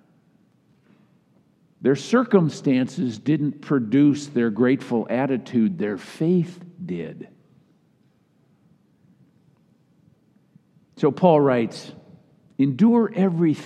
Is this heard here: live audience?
yes